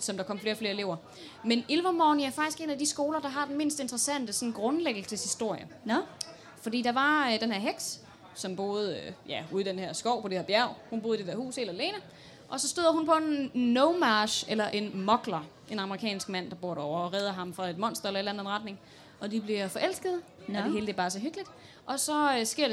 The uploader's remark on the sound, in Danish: Liveshow fra Harry Potter Festival i Odense.